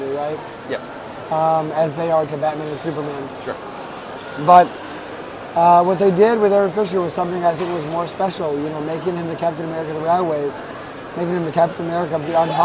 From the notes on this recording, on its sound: Wanders the Javits Center during New York Comic Con 2023.